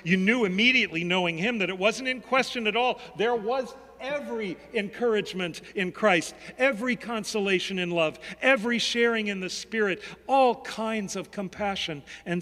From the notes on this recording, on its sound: Sermons from Old South Church in Boston